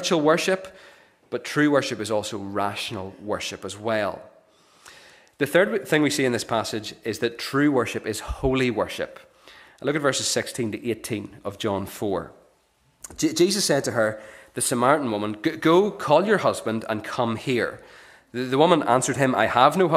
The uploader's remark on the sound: This is the recording of the Bible reading and sermon from our morning service on Sunday 3rd September 2023.